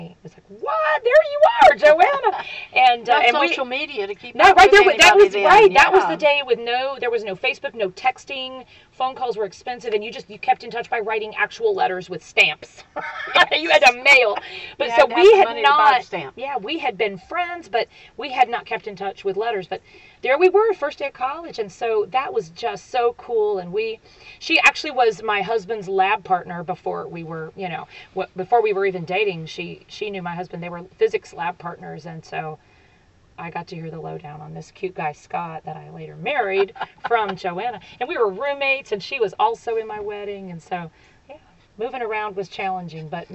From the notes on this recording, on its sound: Enjoy a chat with her friends at summer camp. This is the first of four episodes recorded in the outdoors of their favorite camp.